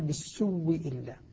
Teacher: بالسوء إلا، قال بالسوء إلا، بالسوء السوء، أبدل الهمزة وأدغمها فصارت من باب المتماثلين، صارت واو ساكنة وبعدها واو مكسورة، فأدغمت الأولى في الثانية وأصبحت أصبح الواوان واوا واحدة مشددة